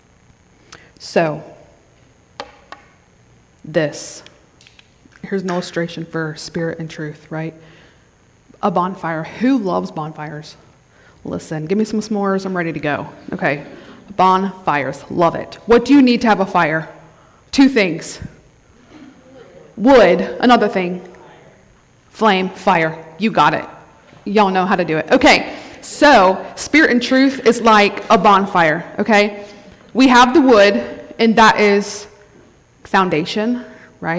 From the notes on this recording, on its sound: Thank you for joining us for this special message from our Women’s Conference!